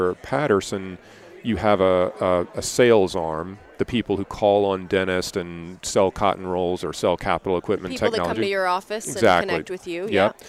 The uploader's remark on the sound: at the Voices of Dentistry Conference